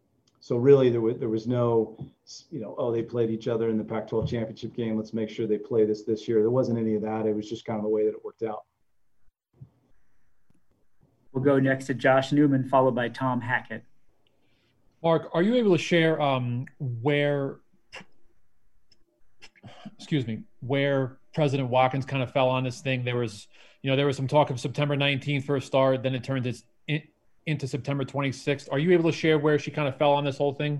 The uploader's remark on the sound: ZOOM conference call